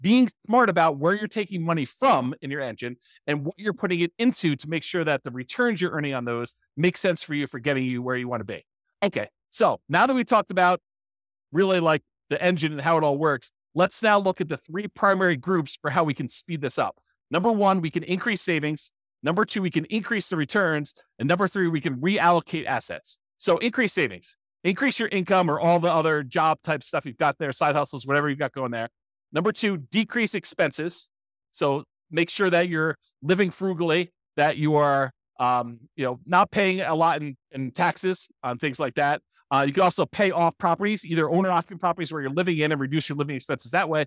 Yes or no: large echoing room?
no